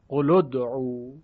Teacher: قاعدش اینطوریه که همزه وصل رو حذف میکنه و برای رفع التقاء ساکنین ساکن اول رو که لام قل باشه ضمه بهش میده، قل ادعو. یه مثال دیگه بزنیم.